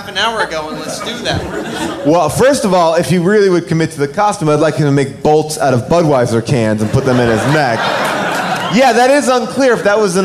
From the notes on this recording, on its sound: Recorded LIVE at Largo in Los Angeles